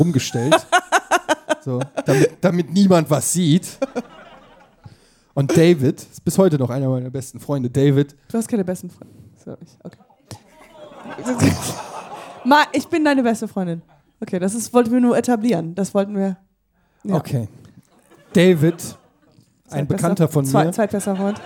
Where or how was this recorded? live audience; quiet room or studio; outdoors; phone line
live audience